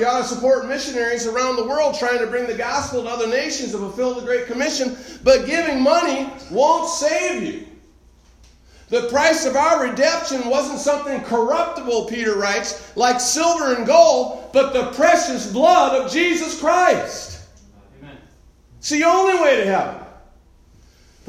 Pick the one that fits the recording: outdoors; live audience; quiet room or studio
live audience